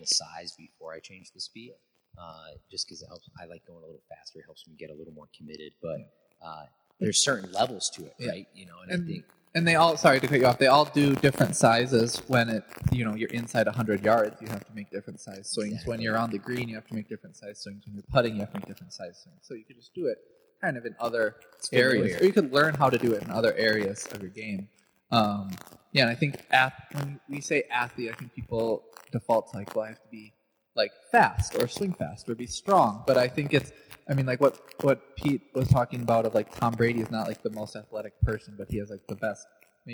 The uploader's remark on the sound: Unfortunately the audio file was damaged so the audio is not up to our standards. We thought it would be better to release it as is than to try to recreate the magic.